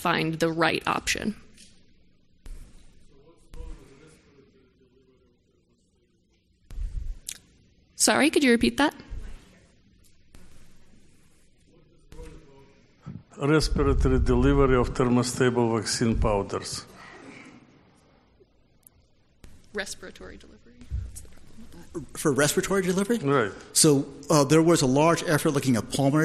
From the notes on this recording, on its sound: This discussion was presented at the inaugural Drug Delivery West conference in 2018.